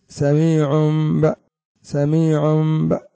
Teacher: بأن تنطبق الشفتان على الحرفين إطباقا واحدا مشبها في ذلك الإدغام، إلا أن صوت الميم مستقل تماما عن صوت الباء مشابها في ذلك الإظهار. · Term: الإقلاب